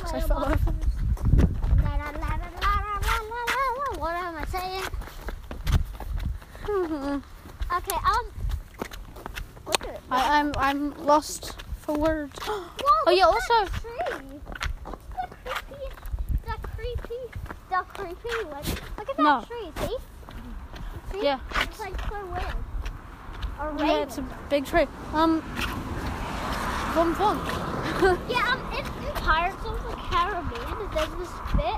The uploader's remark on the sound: I Walk and Talk